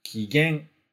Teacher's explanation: A gente começa mais baixo e vai subindo